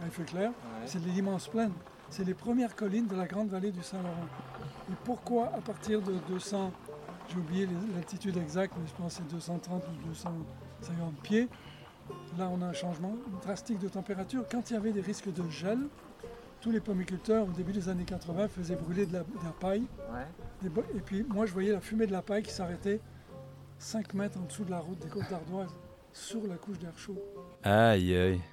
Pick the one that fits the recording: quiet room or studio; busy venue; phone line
busy venue